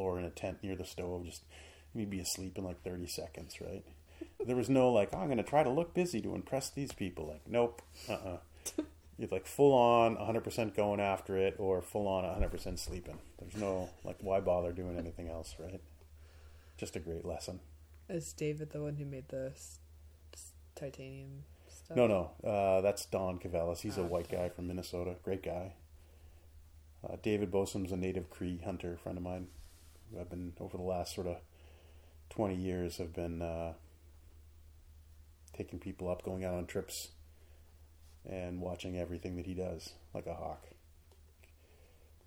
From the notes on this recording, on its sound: The audio levels are low so you&#8217;ll have to turn it up. The audio levels are low so you’ll have to turn it up.